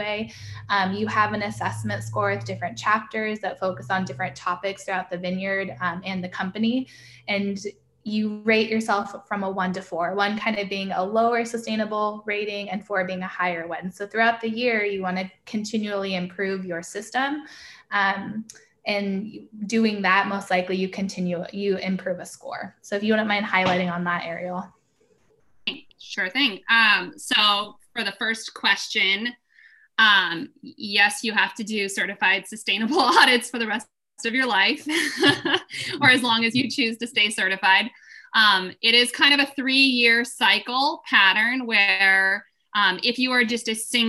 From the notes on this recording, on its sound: This is a recording from a webinar